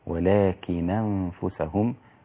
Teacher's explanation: وما ظلمهم الله ولكن أنفسهم، كذلك النون الساكنة بعدها الهمزة، هنا يكون النقل، نقل حركة الهمزة اللي هي الفتحة إلى الساكن قبلها اللي هي النون